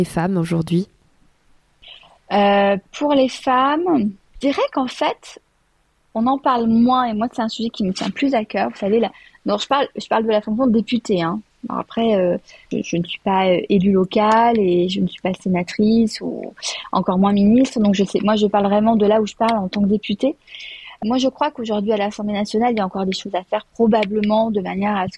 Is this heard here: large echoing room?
no